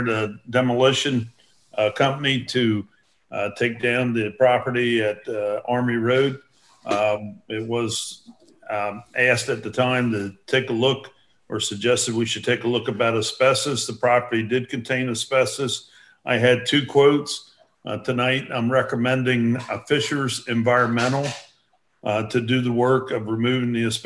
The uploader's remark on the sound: An audio recording of the Indian River Board of Education regular monthly meeting. This meeting was conducted online using the Zoom video conferencing platform.